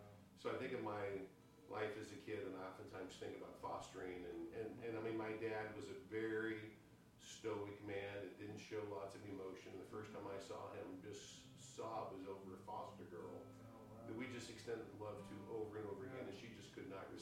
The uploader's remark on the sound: We experienced some technical difficulties on this episode, we did our best to fix them and make the episode great. We have fixed the problem and purchased new equipment.